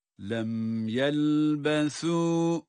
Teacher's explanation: كَأَنَّهُمْ يَوْمَ يَرَوْنَهَا vavlarda yevme vavlarda dudaklar önde يَرَوْنَهَا evet burada vavda dudaklar yine önde lem yelbesu burada yelbesu kelimesindeki sa peltek okunmaktadır